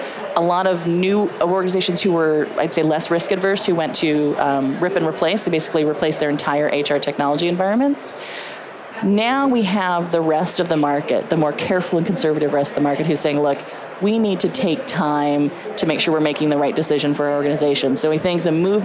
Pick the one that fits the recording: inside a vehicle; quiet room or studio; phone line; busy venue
busy venue